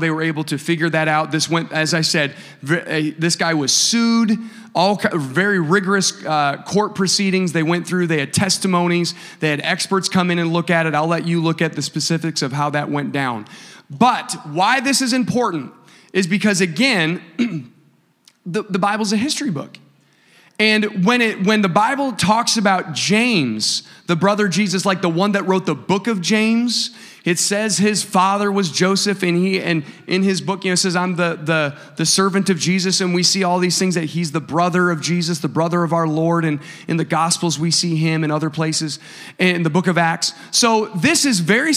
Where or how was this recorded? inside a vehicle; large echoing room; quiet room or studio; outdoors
large echoing room